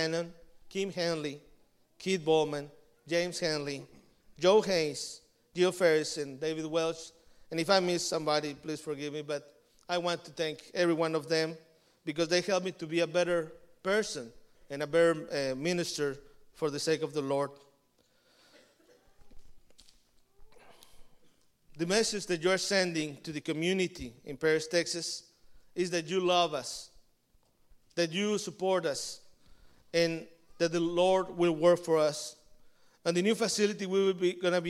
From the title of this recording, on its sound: Combined Service w/ Hispanic Church